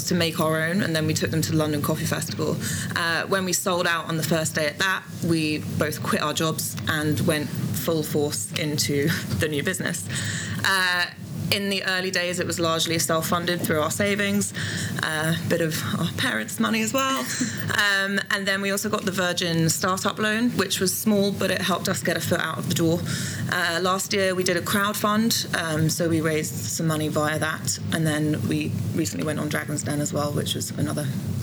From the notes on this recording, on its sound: This in-conversation was recorded on the Eat Drink Vegan stage at Vevolution Festival 2018